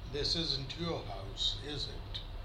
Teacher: The voice falls twice, once in the statement and once in the tag, with no pause in between. · Term: tune one